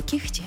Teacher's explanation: Лише в цих словах «г» перетворюється на «х».